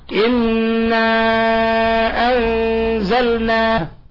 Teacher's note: يمد إلى أربع أو خمس حركات · Term: مد منفصل